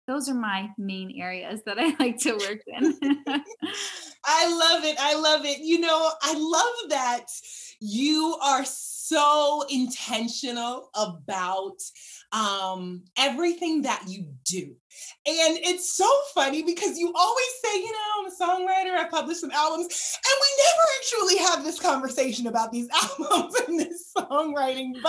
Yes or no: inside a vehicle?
no